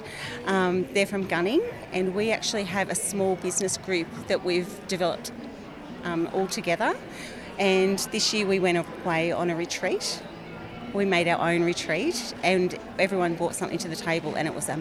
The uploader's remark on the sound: Live at 2023 Henty Field Days. A live roving interview from the 2023 Henty Field Days. I get out amongst the 3500 businesses across 1200 sites and 14km of shopfront on 105ha - the biggest exhibition space in the country. At times you will hear the sounds of our surroundings whether it's some of the 60,000 people in attendance, nature, machinery or a PA system.